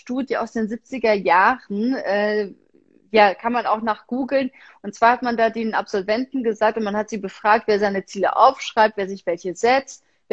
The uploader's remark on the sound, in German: Aufzeichnung des Instagram-Live